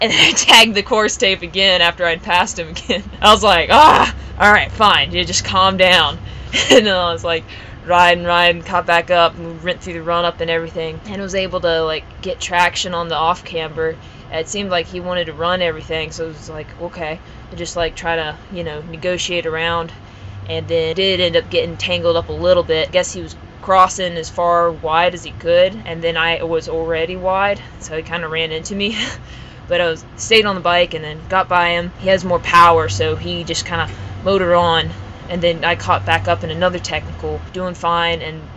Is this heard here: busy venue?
yes